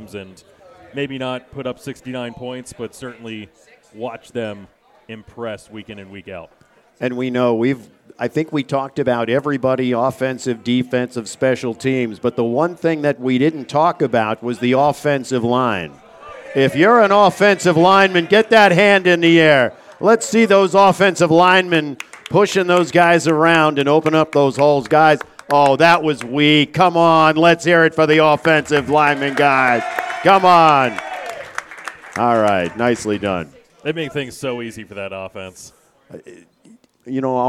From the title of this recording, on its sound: The Exeter Football Roundup LIVE from The New Bertie's Inn